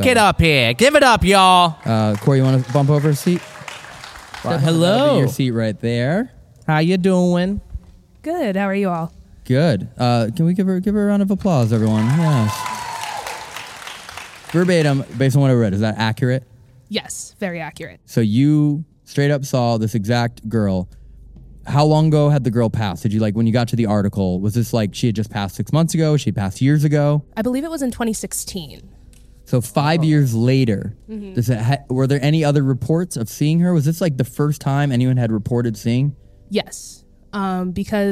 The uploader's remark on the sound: This episode was filmed in front of a live audience at the haunted Martinsburg Roundhouse in Martinsburg, West Virginia on August 19, 2022.